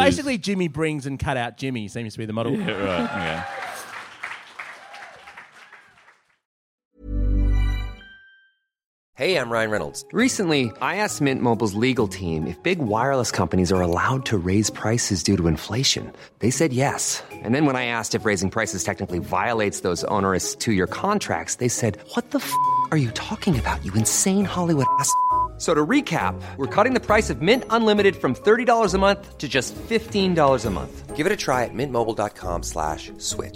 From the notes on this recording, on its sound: Back at the pub